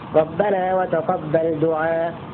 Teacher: وحكم الهمز في هذا النوع أنه يسكن للوقف ثم يبدل ألفا فيجتمع ألفان، فيجوز حذف أحدهما حتى لا يجتمع ساكنان، ويجوز إبقاؤهما للوقف، ويجوز فيه بعد ذلك ثلاثة أوجه: القصر هكذا، ربنا وتقبل دعاء، القصر بمقدار حركتين بدون همز